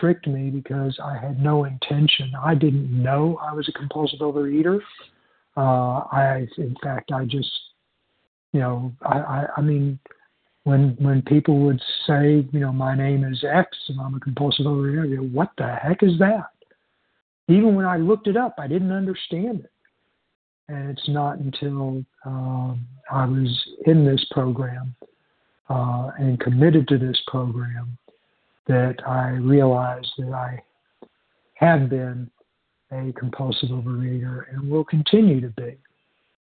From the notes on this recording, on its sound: 100 Pounders Phone Meeting